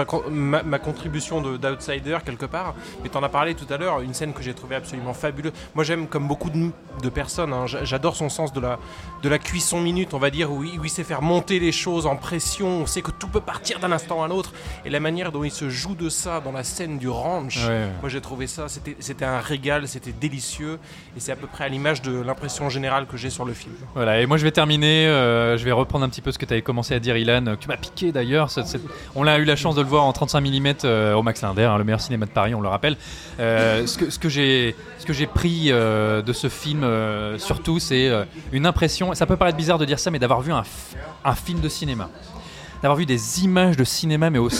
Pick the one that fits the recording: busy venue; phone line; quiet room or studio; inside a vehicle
busy venue